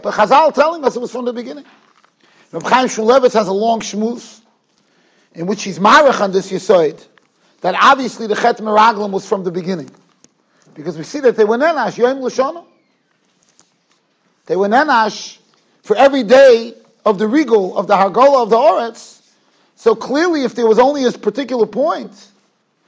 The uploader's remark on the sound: Shiur recorded in Yeshivas Ohr Reuven, Monsey, NY.